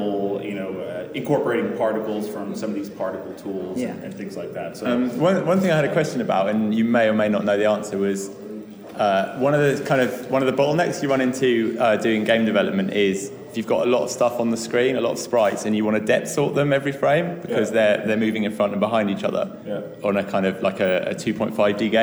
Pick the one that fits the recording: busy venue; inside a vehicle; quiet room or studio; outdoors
busy venue